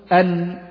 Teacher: النون تخرج من طرف اللسان مع ما يحاذيه من اللثة العليا